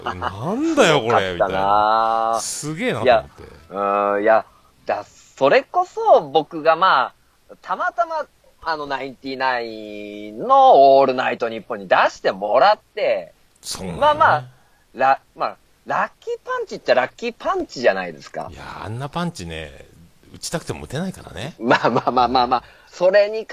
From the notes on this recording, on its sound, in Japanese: 東海市徘徊収録。